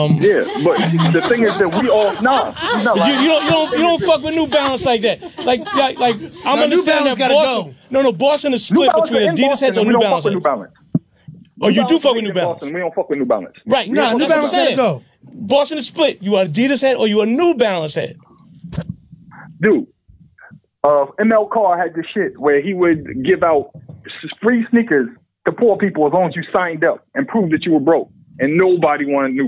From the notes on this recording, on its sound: called in to share their fond memories